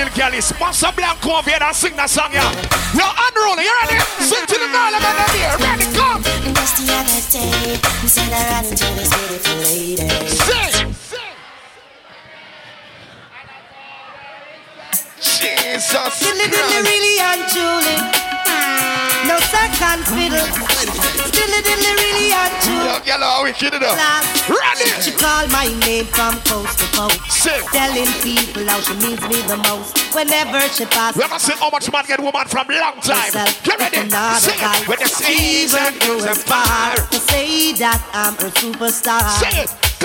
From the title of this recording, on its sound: Tropical Fridayz 11/4/22 (LIVE AUDIO)